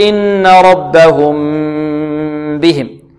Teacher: فقال: فالأول الإخفاء عند الباء، أي إخفاء الميم الساكنة عند مجاورتها أو عند مجيء باء بعدها، فالأول الإخفاء عند الباء وسمه الشفوي القرآي. إذن هنا الميم الساكنة بعدها باء ربهم بهم، نخفيها، نقول إن ربهم بهم، نطيل الغنة فيها، نعطيها غنة الإخفاء